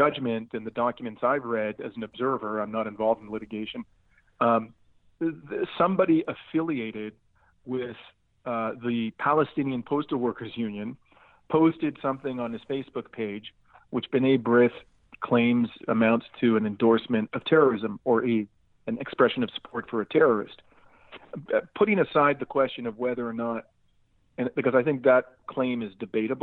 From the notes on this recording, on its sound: I had with me on the phone